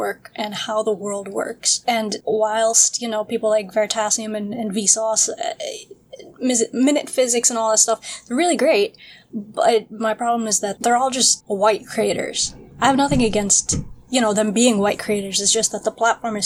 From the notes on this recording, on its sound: we had some awful audio interference for some reason and the audio this week is a bit all over the place, apologies.